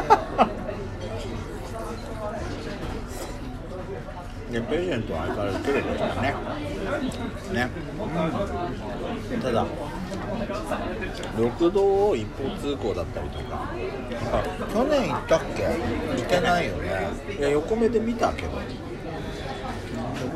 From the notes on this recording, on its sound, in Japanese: 忘年会の模様です。ロケラヂ。